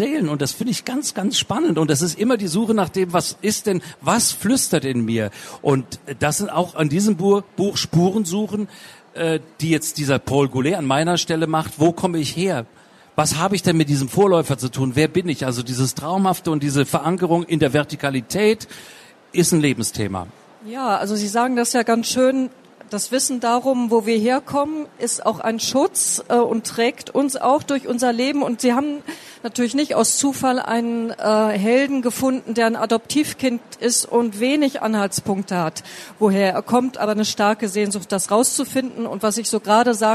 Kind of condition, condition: setting, live audience